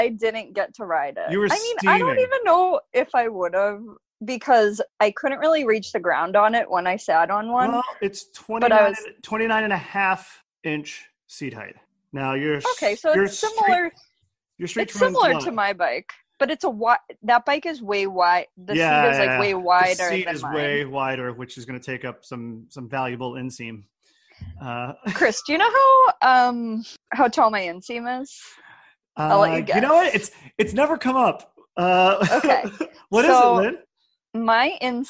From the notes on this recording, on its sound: This is the only Zoom-recorded episode so far.